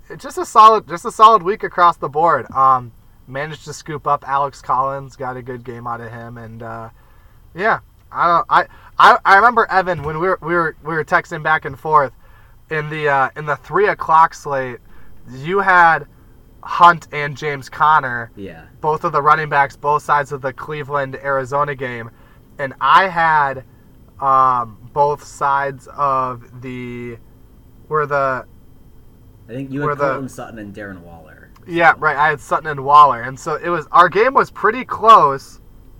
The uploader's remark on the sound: Does recording via hotspot from the back of a van produce a quality auditory environment?